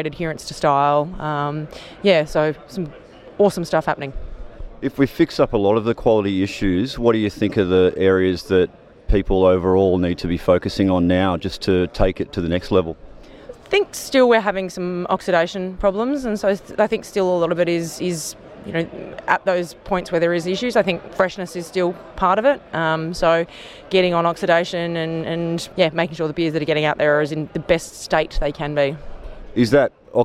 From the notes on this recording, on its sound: Report from Independent Brewers Association Conference in Adelaide. Report from Independent Brewers Association Conference in Adelaide.